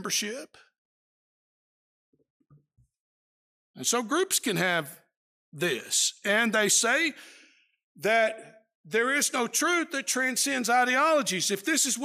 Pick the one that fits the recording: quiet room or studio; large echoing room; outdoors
large echoing room